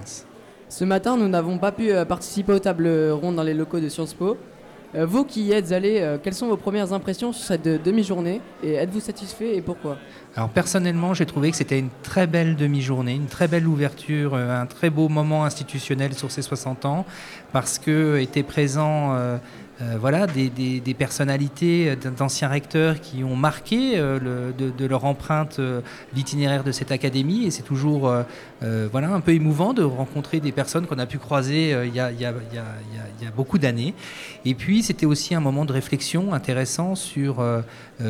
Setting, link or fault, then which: setting, live audience